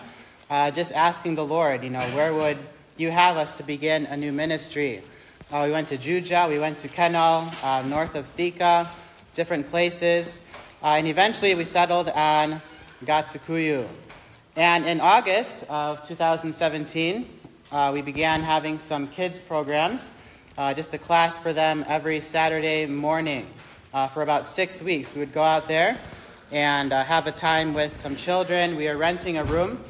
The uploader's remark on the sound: This message was recorded live on 10th January 2023 during the Independent Baptist College of Ministry Spiritual Life Retreat.